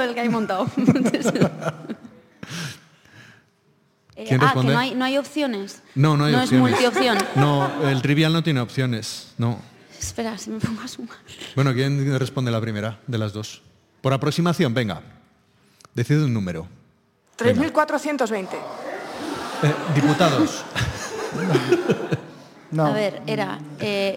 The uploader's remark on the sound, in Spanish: Grabado con público en directo, es un #talkshow con personas creativas emergentes de #Burgos y alrededores.